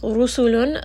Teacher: ra is going to be heavy because it has a dhamma.